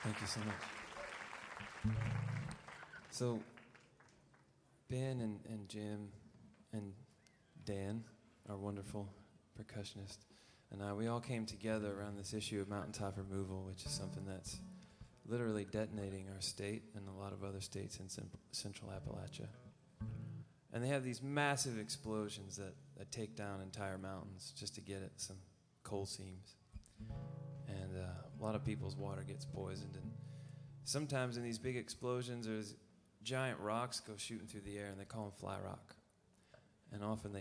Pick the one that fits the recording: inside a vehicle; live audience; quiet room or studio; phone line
live audience